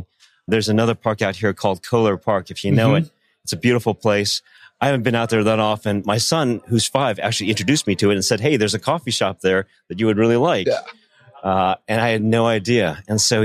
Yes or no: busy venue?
yes